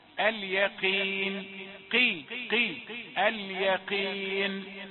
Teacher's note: القاف مكسورة مفخمة في آخر درجات التفخيم